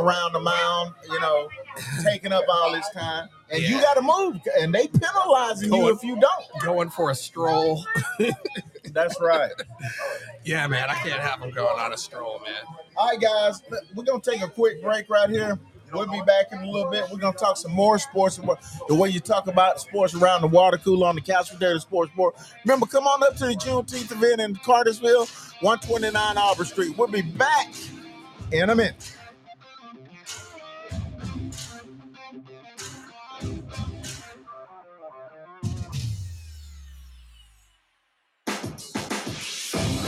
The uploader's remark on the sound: Live at Juneteenth